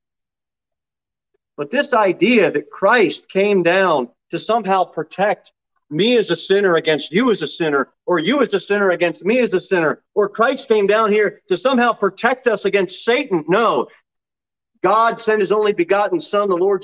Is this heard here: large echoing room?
yes